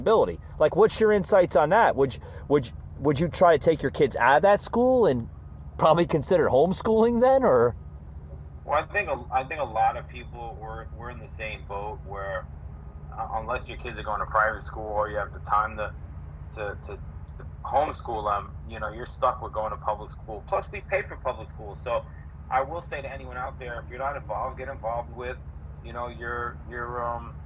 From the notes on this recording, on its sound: calls in via telephone and weighs in on the conversation